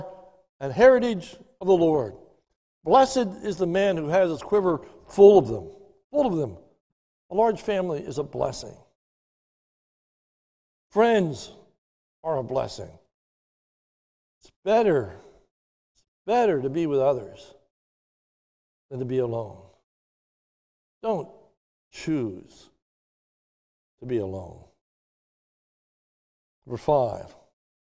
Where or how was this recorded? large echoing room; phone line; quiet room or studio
large echoing room